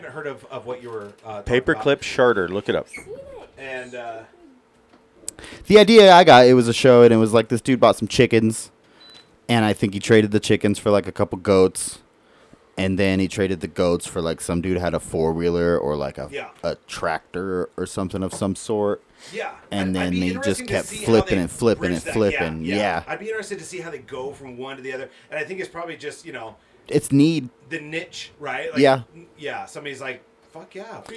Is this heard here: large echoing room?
no